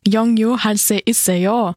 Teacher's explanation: am Ende der Frage geht man auf eine besondere Art und Weise mit der Stimme nach oben · Term: Intonation